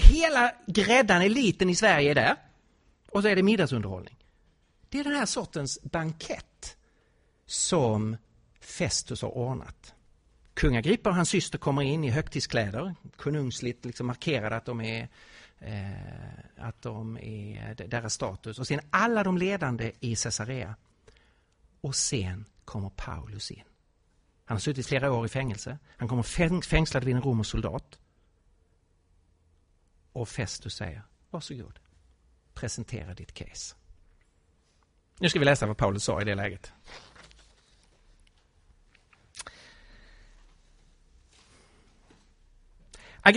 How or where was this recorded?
large echoing room